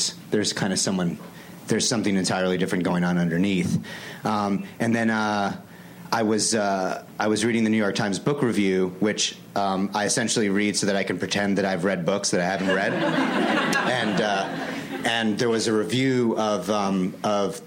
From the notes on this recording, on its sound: Recorded June 7, 2015 at ATX Television Festival.